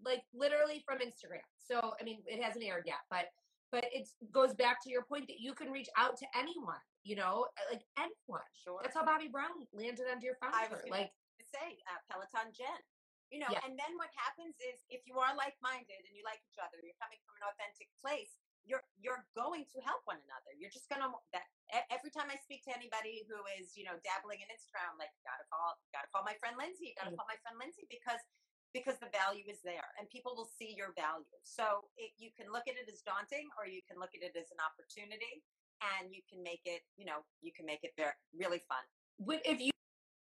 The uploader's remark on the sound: the sound is not the best